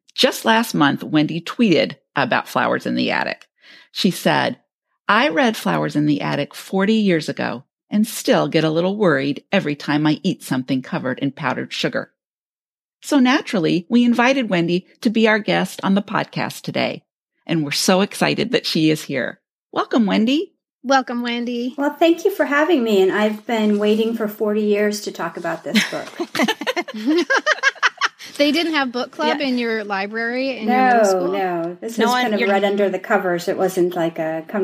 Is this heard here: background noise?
no